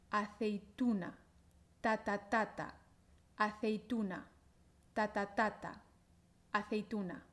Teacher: La sílaba fuerte es tu